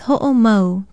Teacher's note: It is spelled H-O-O-K-I-N-A-O-M-A-U. Be sure to pronounce that glottal stop between the O's, which is called an okina in Hawaiian.